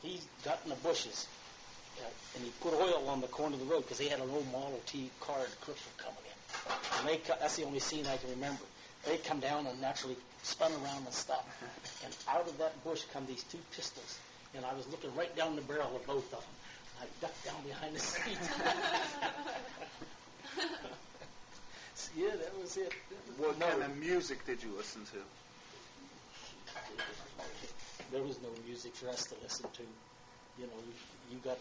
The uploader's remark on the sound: This interview was recorded on a cassette tape and done as part of a college research paper with scripted questions. I have saved the tape and moved the audio to my computer to share with you all. The audio quality is not flashy.